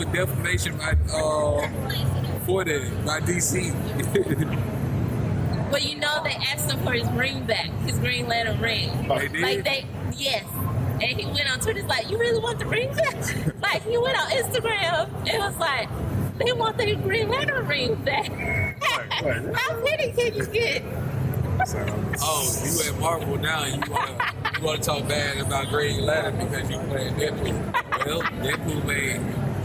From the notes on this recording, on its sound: LIVE from Comicpalooza 2018